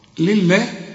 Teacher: طالما إن الله مكسورة فلفظ الجلالة هنا مرقق